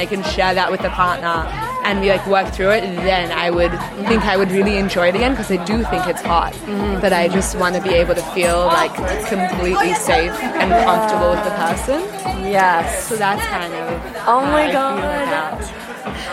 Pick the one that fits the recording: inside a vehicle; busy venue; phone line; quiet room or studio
busy venue